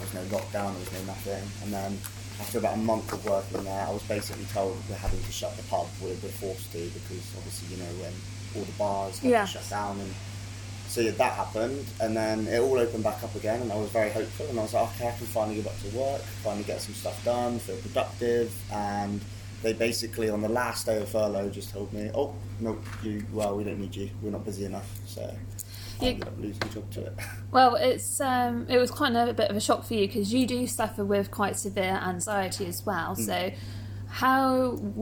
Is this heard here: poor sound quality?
yes